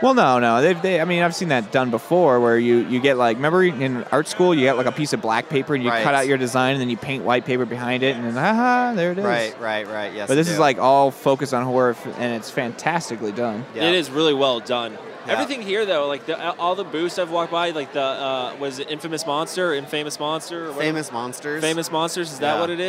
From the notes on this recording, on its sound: live at Mad Monster Party 2015 in Phoenix, AZ